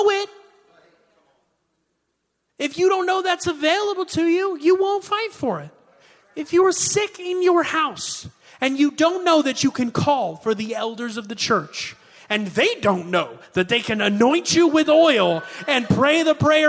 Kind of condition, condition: setting, large echoing room